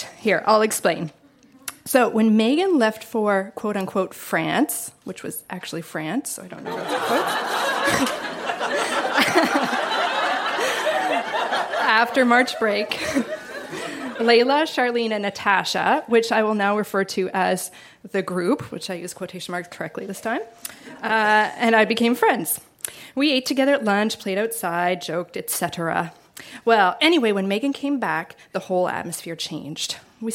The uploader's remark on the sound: Recorded live at The Caveau in Moncton.